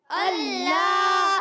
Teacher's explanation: اللہ لام مشدد ذرا رک کر ادا کریں گے